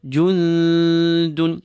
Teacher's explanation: Jundun, a noon with a sukoon followed by a dal, the rule of ikhfa is applied. We pull that noon. Keep it lightly and prepare for the dal, giving the impression that the dal is covering the noon, hence the name of ikhfa, which means to cover.